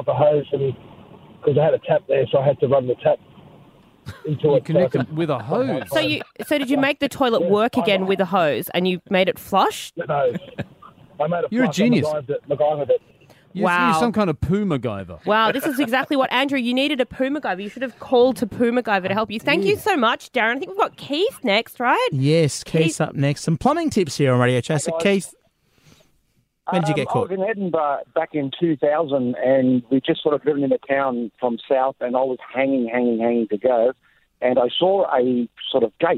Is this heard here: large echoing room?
no